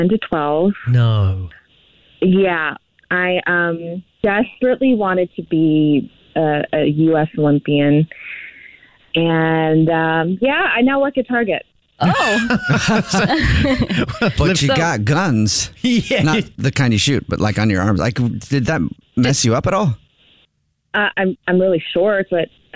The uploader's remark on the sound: someone one the phone